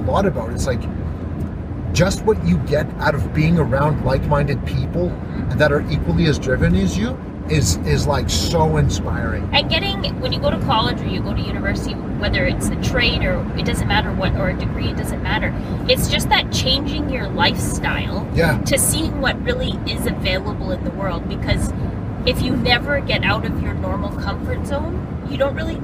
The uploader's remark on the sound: The Driving Episode